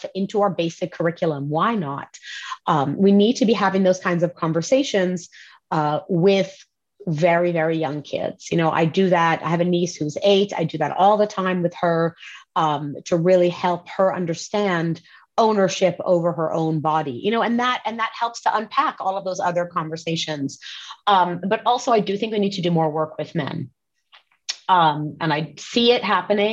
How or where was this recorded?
video call